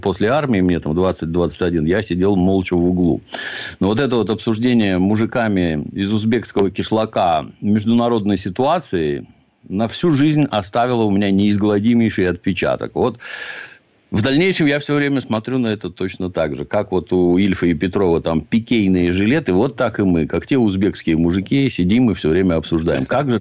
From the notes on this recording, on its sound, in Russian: По телефону.